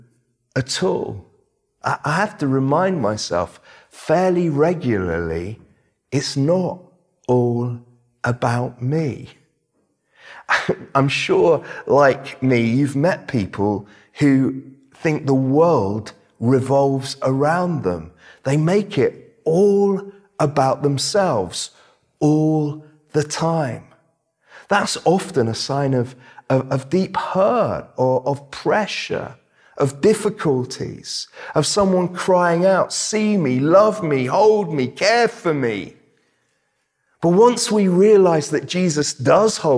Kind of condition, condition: setting, large echoing room